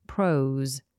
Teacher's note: S is voiced, so we have a Z sound.